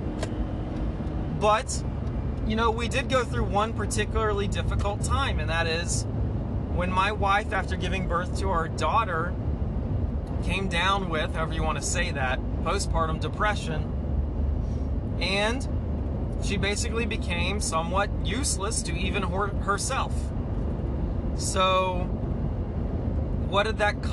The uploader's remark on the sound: Sorry this was recorded in the car.